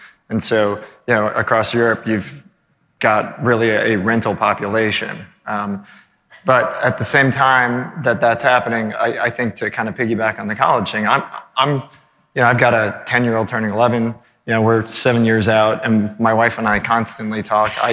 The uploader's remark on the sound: All the BiggerPockets podcast hosts on stage in one place! This bonus episode was recorded at the BiggerPockets Conference last week in front of a live audience of more than 1,000 people at the Gaylord Opryland Resort in Nashville, Tennessee. We turned the mics over to our members.